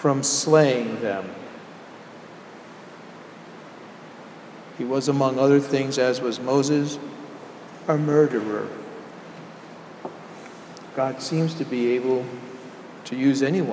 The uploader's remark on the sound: Sermon delivered at Jan Hus Presbyterian Church and Neighborhood House